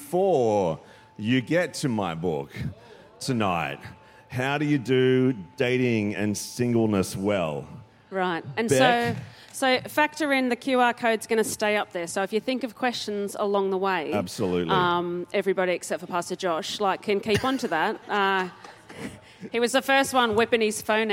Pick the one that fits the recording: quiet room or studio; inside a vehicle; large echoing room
large echoing room